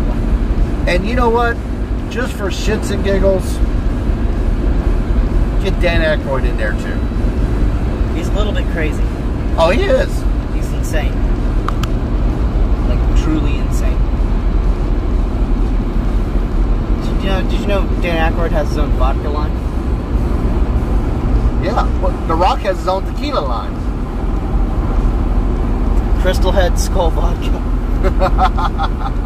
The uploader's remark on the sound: Road to Charlotte. Joins the car ride to Charlotte and we turn on the voice recorder and see what happens.